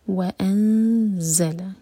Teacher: یہاں پر ز تو بزنگ ساؤنڈ کلیئر آئے گا